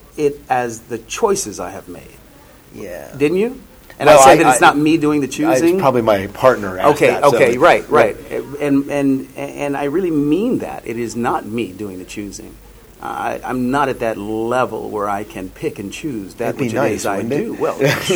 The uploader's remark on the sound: at Shore Leave 34